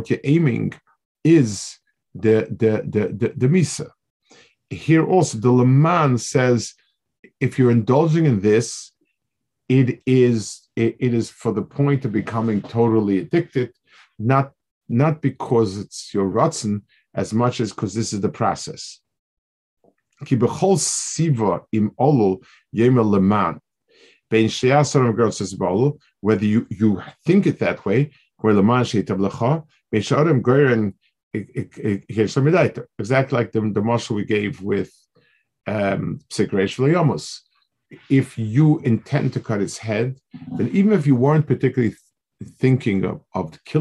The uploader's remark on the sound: This shiur take place over Zoom on Motzei Shabbos.